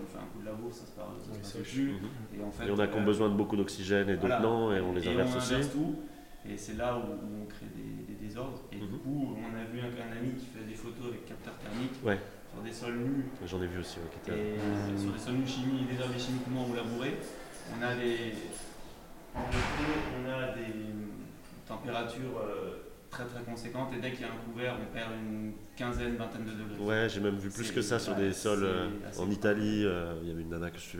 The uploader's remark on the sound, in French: Lors de la 2ème édition du Festival « le Vin est une fête » organisé par JAJA, RadioVino a organisé 2 tables rondes dans les locaux d’Instead avec les domaines présents.